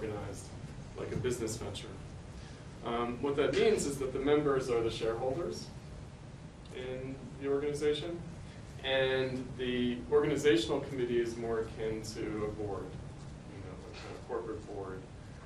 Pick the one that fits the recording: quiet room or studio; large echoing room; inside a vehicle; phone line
large echoing room